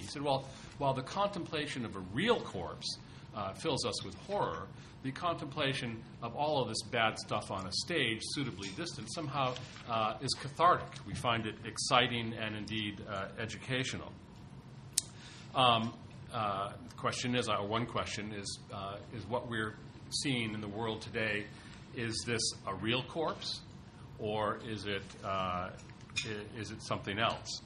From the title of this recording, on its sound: TNC/SAU Conference